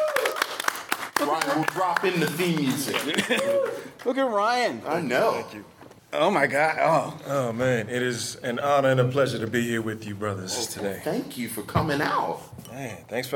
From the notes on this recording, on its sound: LIVE at Blerd City Con 2019 at St. Francis College in Brooklyn, NYC.